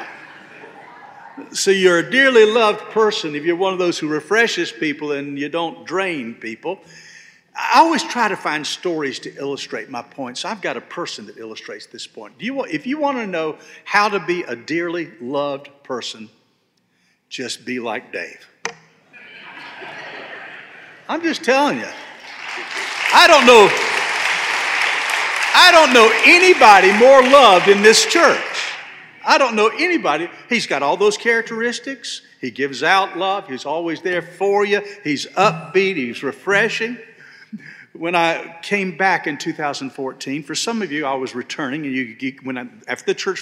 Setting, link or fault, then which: setting, large echoing room